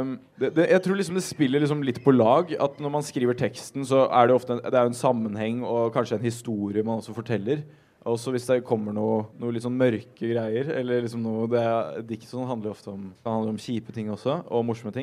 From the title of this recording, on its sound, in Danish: Live på Novafest